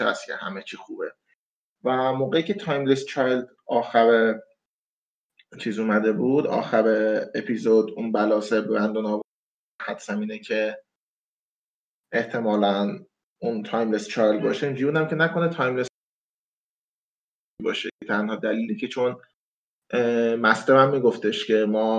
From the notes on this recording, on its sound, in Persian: پادکست هووین فارسی را به علت شیوع ویروس کرونا به صورت آنلاین ضبط کردیم.